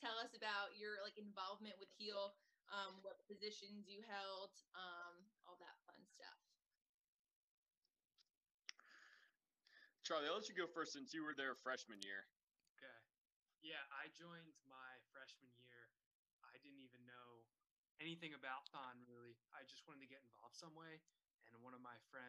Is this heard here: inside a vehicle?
no